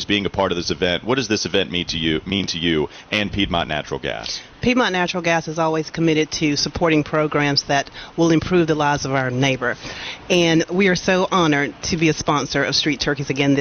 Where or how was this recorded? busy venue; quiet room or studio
busy venue